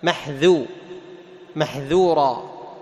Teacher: فلا بد أن تخلص انفتاح الذال